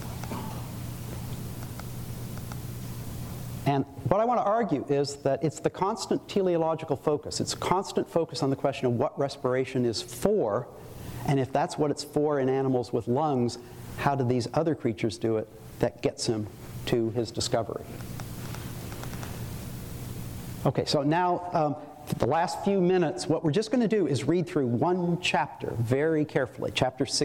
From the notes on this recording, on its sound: Audio recording of a lecture delivered on March 22, 2013. As part of the Formal Lecture Series.